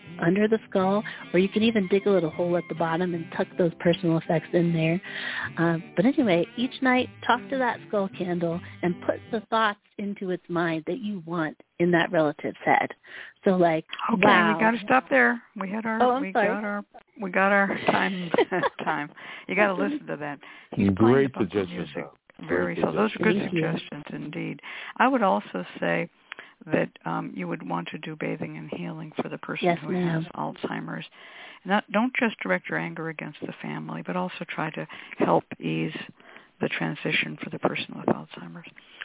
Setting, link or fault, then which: link, phone line